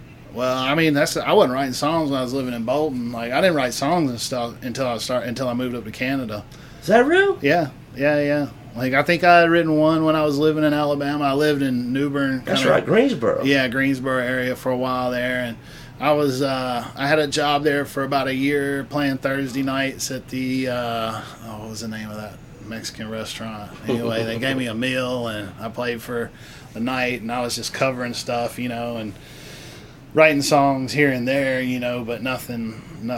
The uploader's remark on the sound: a brief interview before their set at the Bentonia Blues Festival